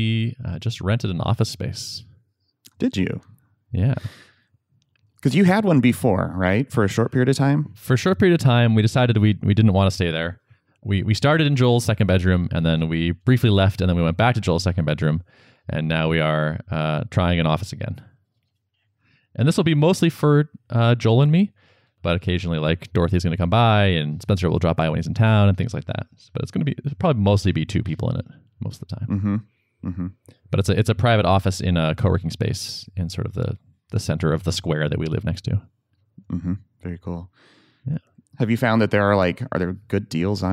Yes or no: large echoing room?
no